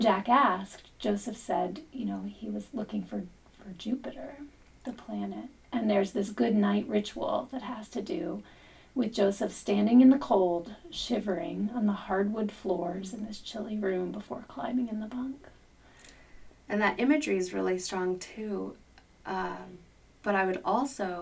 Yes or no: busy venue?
no